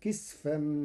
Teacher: قرأ ورش كلمة كسفا بإسكان السين